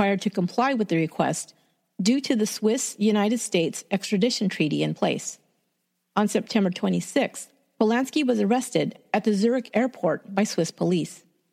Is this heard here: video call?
no